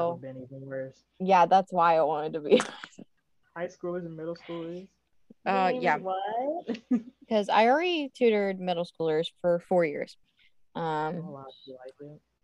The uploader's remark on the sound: We apologize for the audio mishaps, we try our best to edit them out but we are a work in progress.